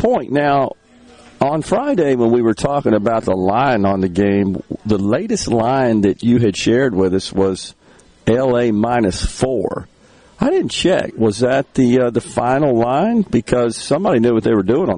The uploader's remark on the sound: MidDays is LIVE from Carter Jewelers on High Street in Jackson